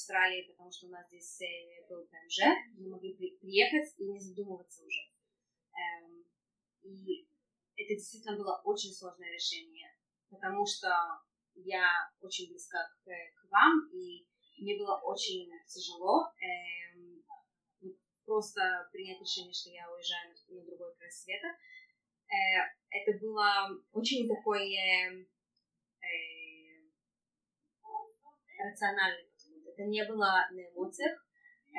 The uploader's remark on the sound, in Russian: Подкаст будет немного шумным, так как, несмотря на то, что мы разговаривали в библиотеке, она была совсем не тихой.